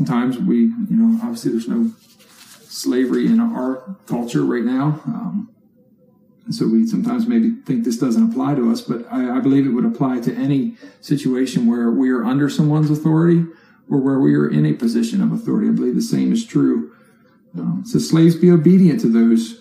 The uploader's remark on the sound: Therefore our weekly sermon was recorded and presented as an online video. You may notice a change in audio quality compared to normal weeks.